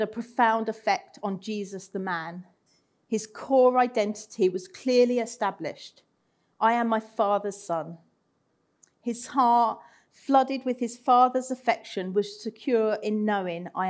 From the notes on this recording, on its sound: Recorded Live at Central Vineyard, Sheep Street on 31st October 2021